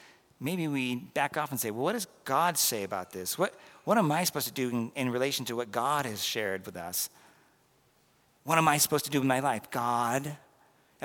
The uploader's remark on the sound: This was recorded at the 11:15am Mass due to partial audio loss during the live stream at 9:30am.